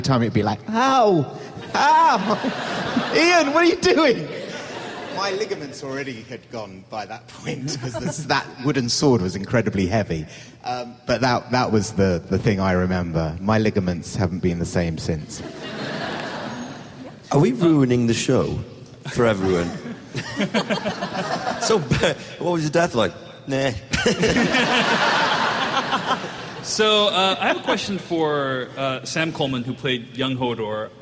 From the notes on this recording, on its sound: Live from Con of Thrones. Moderate the "Ghosts of Westeros" panel. Providing the audio for this panel.